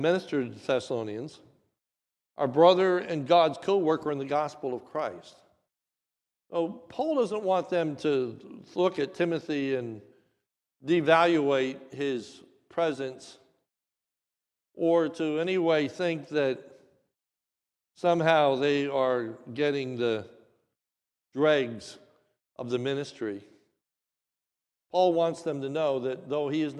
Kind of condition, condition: setting, large echoing room